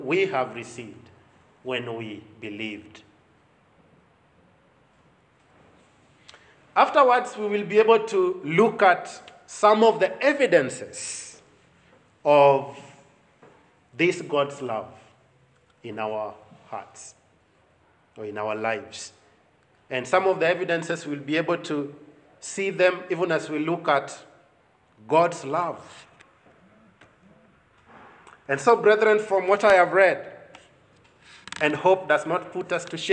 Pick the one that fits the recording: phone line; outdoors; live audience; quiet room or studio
live audience